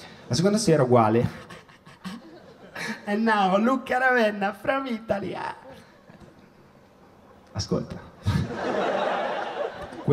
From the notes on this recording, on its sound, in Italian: Registrato al Magnolia di Milano.